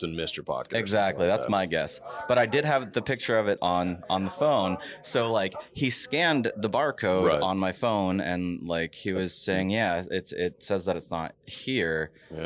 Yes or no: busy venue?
yes